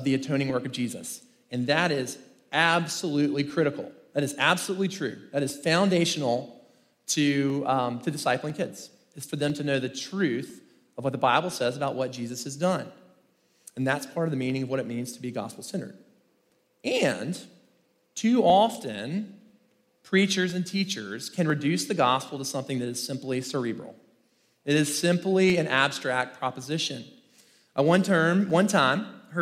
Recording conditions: live audience